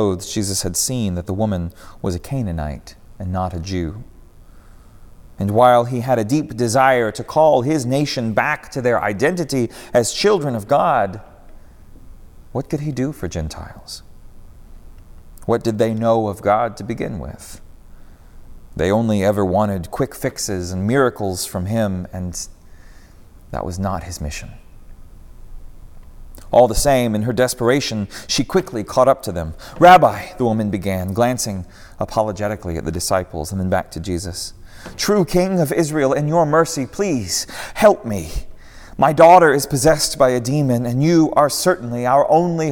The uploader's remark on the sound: preached at Northminster Church